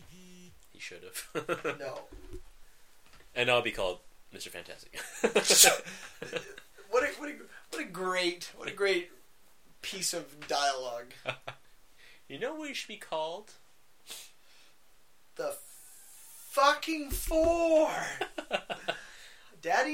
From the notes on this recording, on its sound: The audio was shit